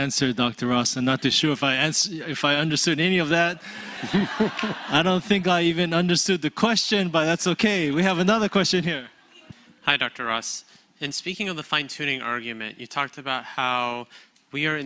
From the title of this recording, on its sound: Q & A Session Pt 3 – 2023 Apologetics Conference